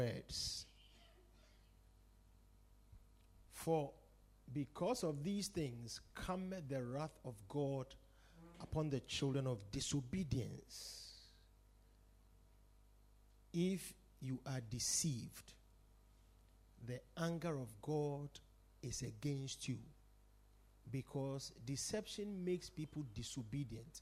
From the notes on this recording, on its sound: Preached at The Supernatural Encounter Service.